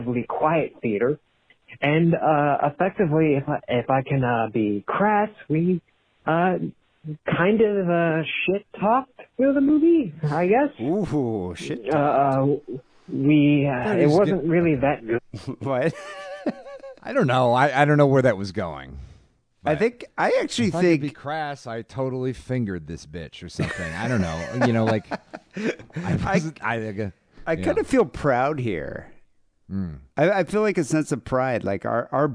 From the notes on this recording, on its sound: Phone calls.